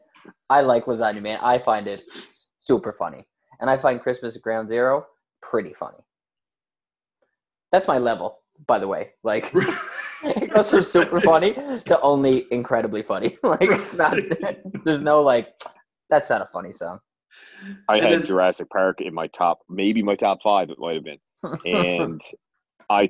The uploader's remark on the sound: jump on an impromptu zoom call